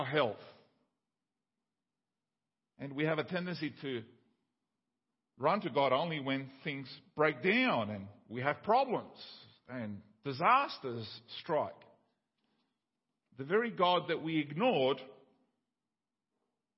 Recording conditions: large echoing room